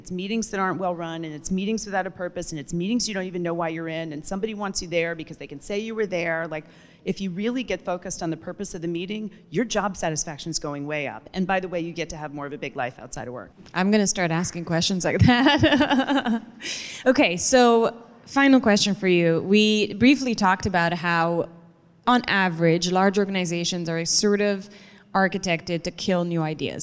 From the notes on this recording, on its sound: Recorded live at the 2019 Pros & Content Conference.